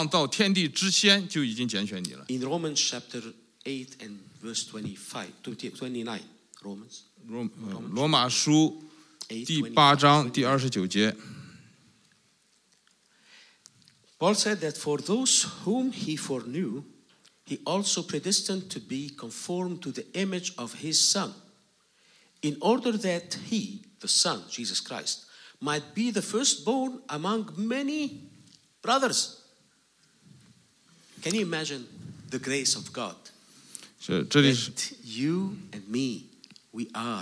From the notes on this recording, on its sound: This message was preached in a special meeting where four different congregations, which are using the same building, were gathered together